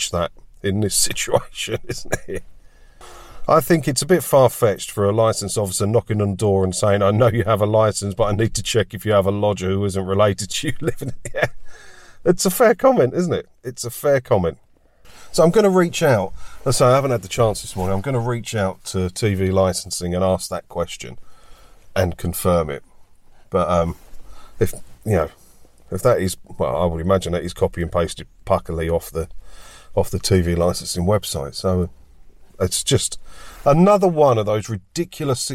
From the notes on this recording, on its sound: Join me for a chat in my car today